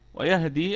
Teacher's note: والهاء حرف رخو وهو من حروف الهمس